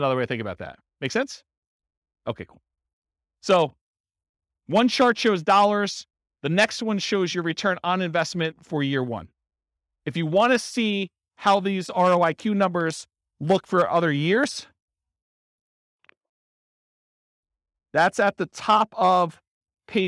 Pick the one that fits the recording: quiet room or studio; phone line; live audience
live audience